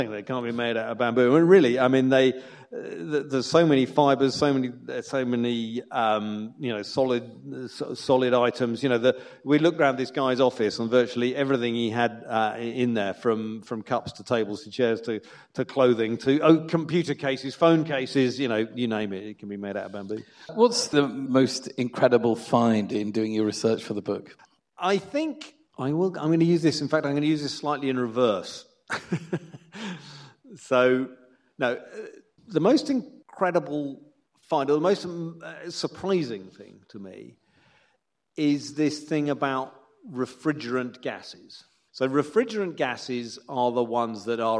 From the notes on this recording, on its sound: To a live audience at Bruntwood’s Bright Building at Manchester Science Park, and you can now enjoy the live recording of that talk in full.